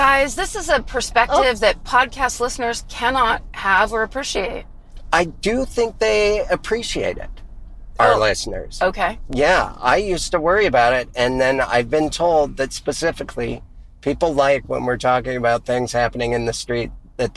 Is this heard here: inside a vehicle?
yes